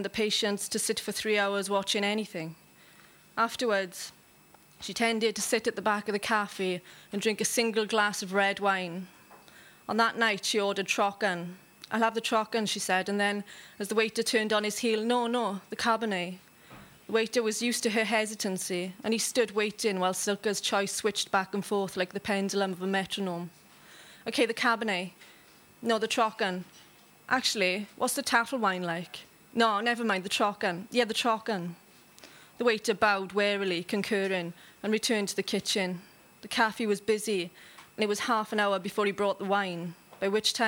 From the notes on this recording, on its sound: Recorded live at the Gwdihw Café Bar, Cardiff.